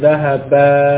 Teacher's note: bunyi fathah kemudian panjang baru sesudahnya alif. Jadi alif sebetulnya fathah dari sisi bunyi ya, dari sisi suara berdemikian.